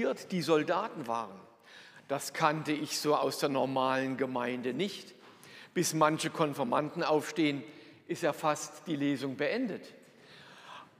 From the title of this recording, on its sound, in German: Predigt aus der Lutherkirche Plauen